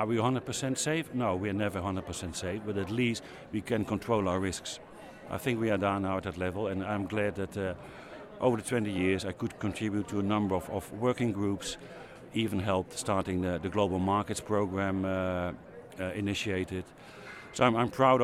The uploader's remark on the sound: Onsite at the GFSI 2022 Conference, hosted this year in Barcelona.